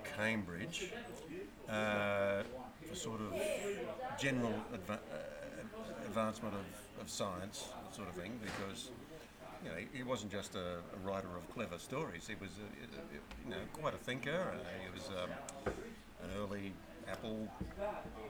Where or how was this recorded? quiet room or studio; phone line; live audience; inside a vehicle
live audience